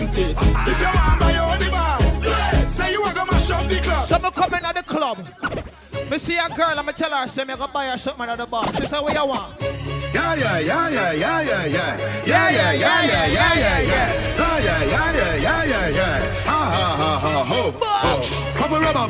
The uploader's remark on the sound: LIVE AUDIO FROM AUGUST 1OTH